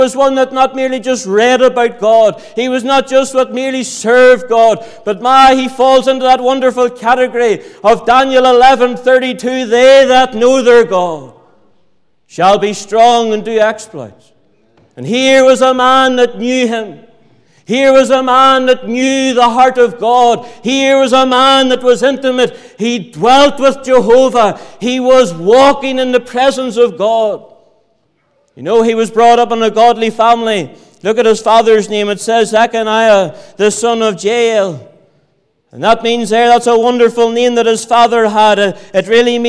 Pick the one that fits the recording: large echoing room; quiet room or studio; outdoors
large echoing room